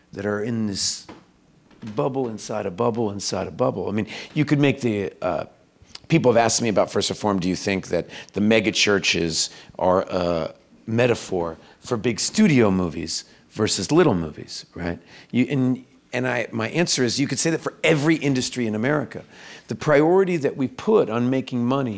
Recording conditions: live audience